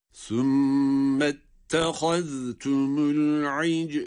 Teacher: Bakınız, ayını essesiyle cime bağladık. Sonra cimi kalkale ile okur okumaz hemen lam harfine geçiyoruz. Yine arada boşluk yok.